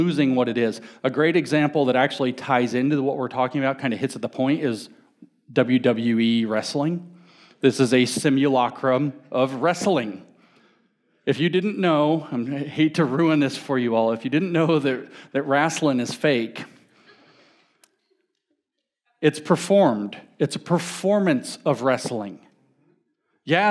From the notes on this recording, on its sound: talk at the Mere Simulacrity conference in Phoenix, Arizona